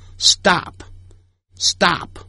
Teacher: S 后头有 T 的时候会念成 D 的音